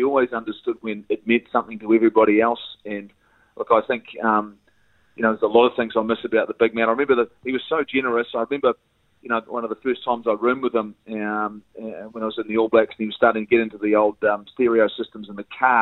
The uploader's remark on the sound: joins us on the phone